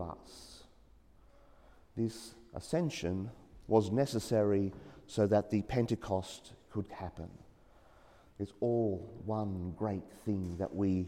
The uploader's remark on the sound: as preached during the 9am Mass at St Joseph's Church, The Junction.